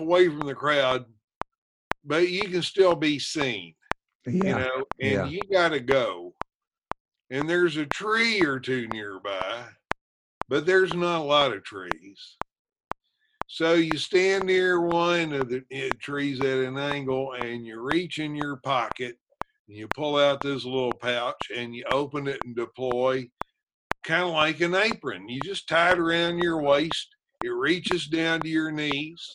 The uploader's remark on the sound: Zooming episodes.